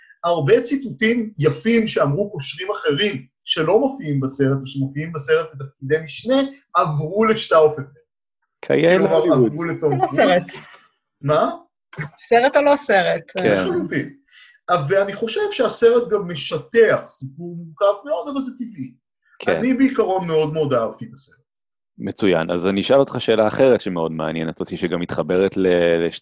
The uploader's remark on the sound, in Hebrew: הקלטה דרך זום